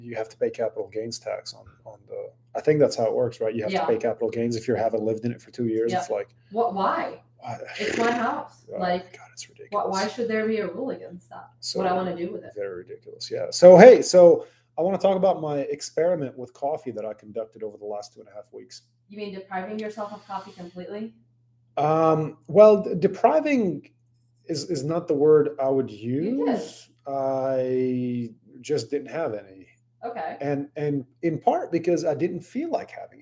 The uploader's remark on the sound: FML, another episode where the mics didn't connect for whatever reason and the sound is unclear.